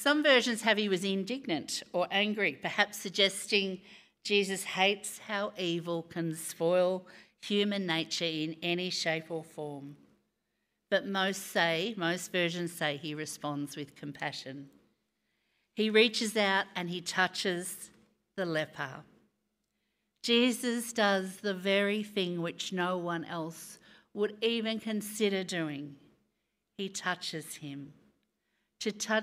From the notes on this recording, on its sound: Recorded live on Sunday, 5th June.